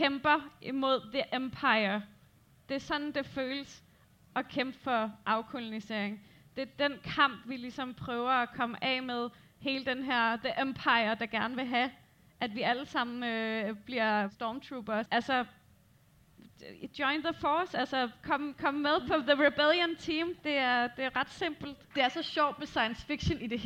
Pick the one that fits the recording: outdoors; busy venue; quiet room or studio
busy venue